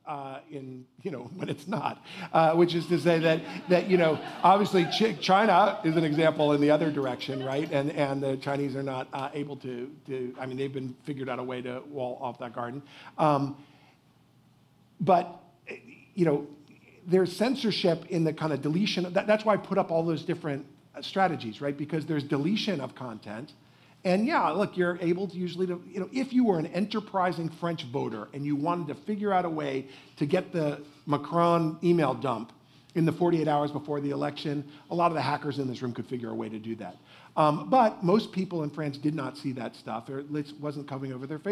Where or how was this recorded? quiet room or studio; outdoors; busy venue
busy venue